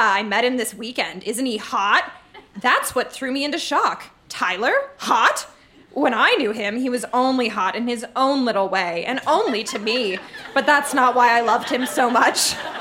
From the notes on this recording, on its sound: Recorded live in Vancouver, BC.